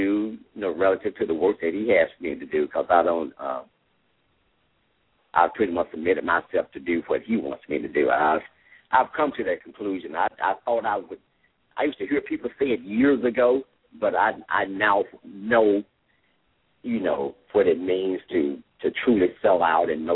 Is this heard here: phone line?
yes